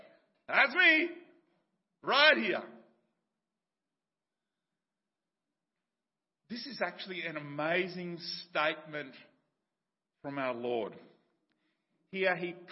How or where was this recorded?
large echoing room